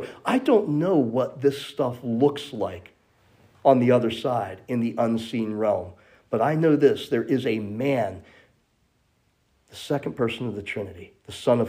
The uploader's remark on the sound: This message was originally delivered at Memory Chapel